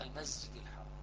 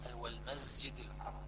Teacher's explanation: كان عندك مثلا حمزة والكسائي إذا التقت السين مع الجيم يطغى صوت الزاي على، فيقرأ المسجد الحرام مثل ما الآن بعض الناس ويقرأ المسجد الحرام، يعني الجيم صوت مجهور والسين مهموس، فجهر الجيم يأثر على همس السين، فشي يصير السين تأخذ صوت الزاي.